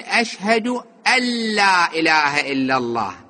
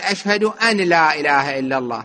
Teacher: مثل مثال أشهد أن لا إله إلا الله، أن هذه نون التقت ويا اللام اللي هي أحد حروف يرملون، الفصيح أن يقول أشهد أن لا إله إلا الله، ألا تتحول النون إلى لام ويصير إدغام · Shown in: first take